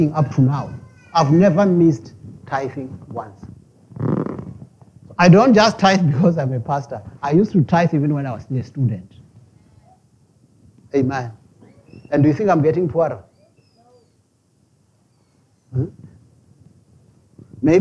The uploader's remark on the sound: preached at Jesus the Saviour Church, 185 Bobs Way, Eersterivier, Cape Town on 20 November 2023